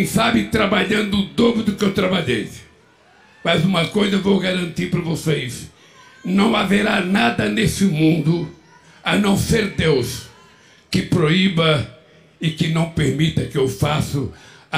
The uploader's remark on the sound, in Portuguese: fala ao público do Festival do Futuro (Brasilia, 01-01-23)